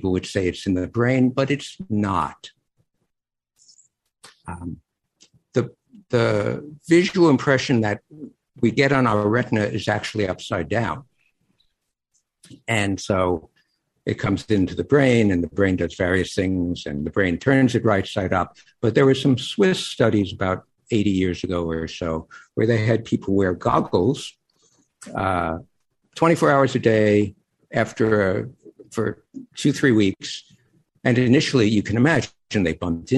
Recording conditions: video call